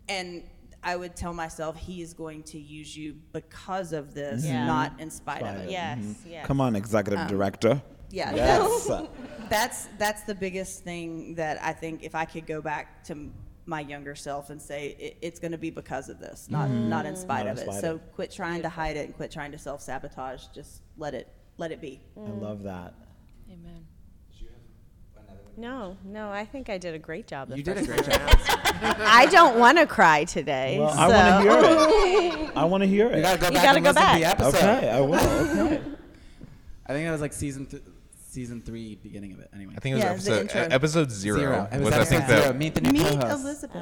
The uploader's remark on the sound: Live from Revoice. The recording from our live episode at Revoice 23 is finally here.